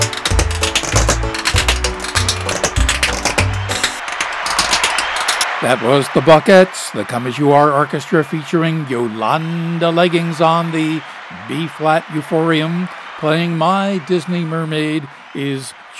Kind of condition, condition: setting, live audience